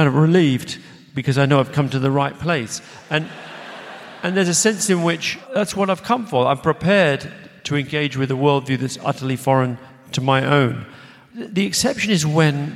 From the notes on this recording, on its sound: LIVE AT THE ROYAL FESTIVAL HALL. This is an edited version of a conversation that took place in front of a live audience at London's Royal Festival Hall. Thanks also to the Royal Festival Hall events team for letting me use this edited version of the recording here.